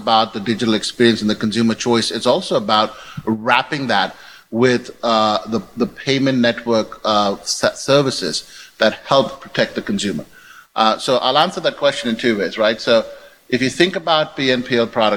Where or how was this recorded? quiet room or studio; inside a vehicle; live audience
live audience